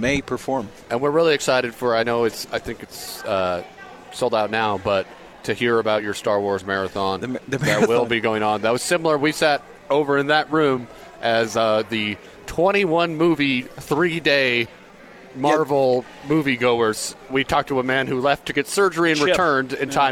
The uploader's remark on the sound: LIVE from Megaplex at The District. On The Zone Sports Network.